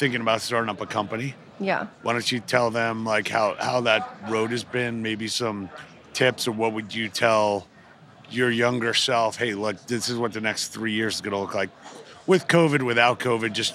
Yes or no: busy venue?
yes